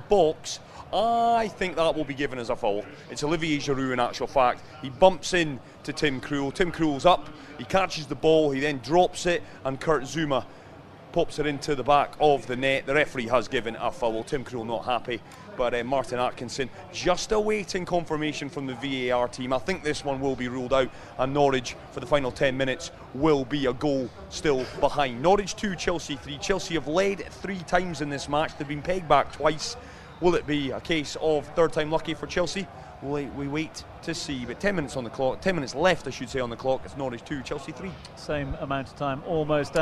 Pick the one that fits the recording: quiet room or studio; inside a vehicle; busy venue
busy venue